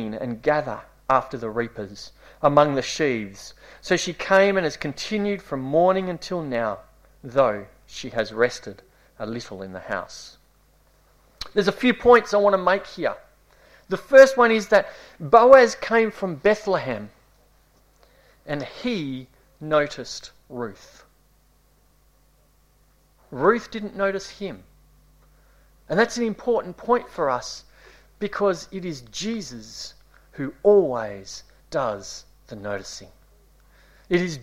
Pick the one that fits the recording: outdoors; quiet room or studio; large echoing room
large echoing room